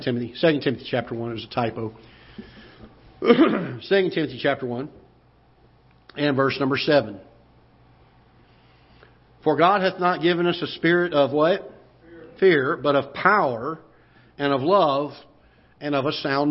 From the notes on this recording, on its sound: Ketha Heights Baptist Church ~ Live Broadcast.